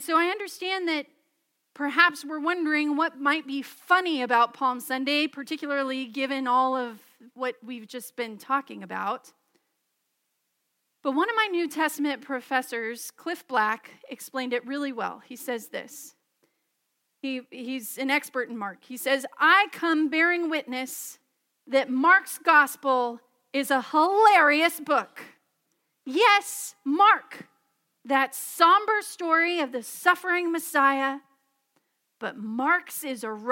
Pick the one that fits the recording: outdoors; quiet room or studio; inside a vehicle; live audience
live audience